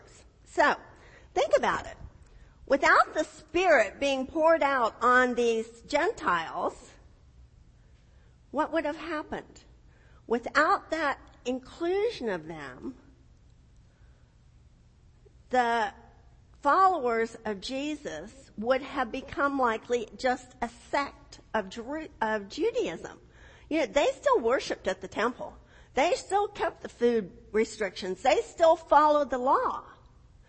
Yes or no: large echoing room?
yes